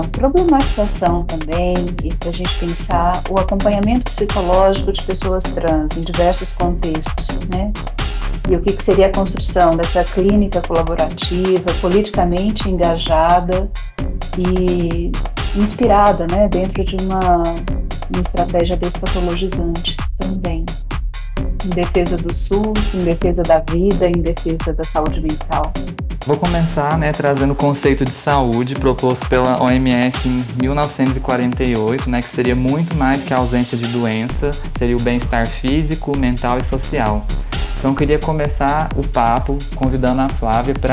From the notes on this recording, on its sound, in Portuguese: Seguindo as normas de saúde e segurança atuais, cada pessoa participante desta conversa estava em suas respectivas casas e com as ferramentas de áudio disponíveis. Por conta disso, é comum que haja sons da cidade, barulhos corriqueiros e erros de conexão.